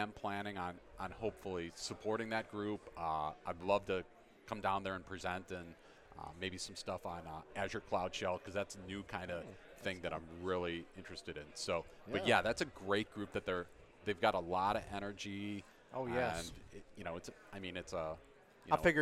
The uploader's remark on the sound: Live from Microsoft Ignite 2018. Here at Microsoft Ignite 2018.